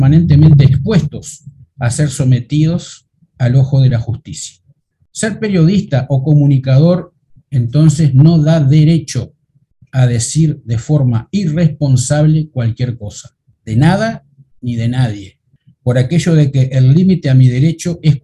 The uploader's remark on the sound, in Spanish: Mesa Redonda Virtual